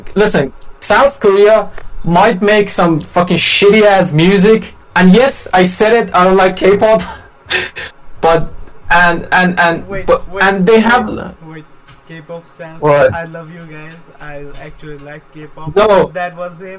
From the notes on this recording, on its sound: Sorry for the bad audio quality. I fucked up when recording.